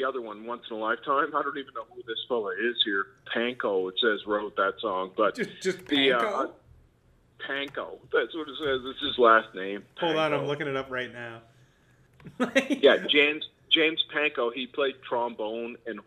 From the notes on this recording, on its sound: Things go way off the rails as 2 Nova Scotians who haven't talked on the phone in a while just start giv'n er.